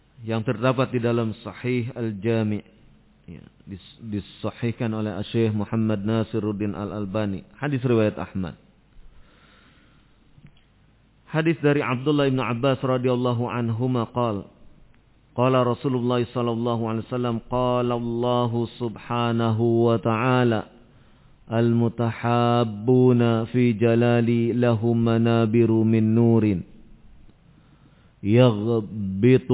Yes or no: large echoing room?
yes